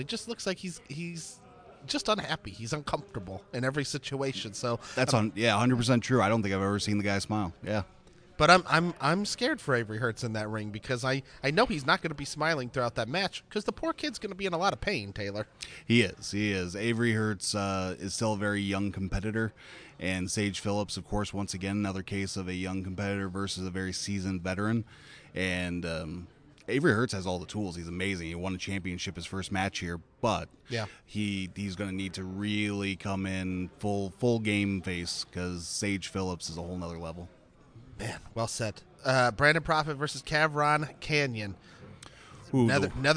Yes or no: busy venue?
yes